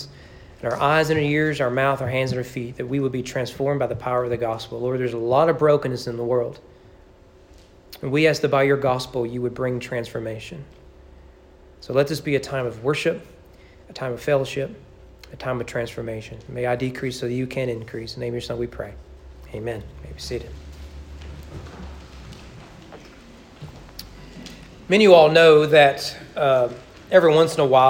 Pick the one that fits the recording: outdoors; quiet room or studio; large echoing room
large echoing room